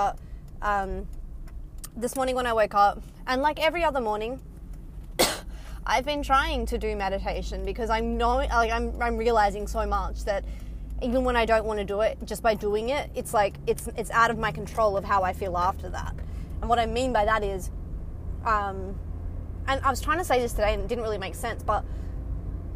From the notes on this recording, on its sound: Casual chats while driving home from work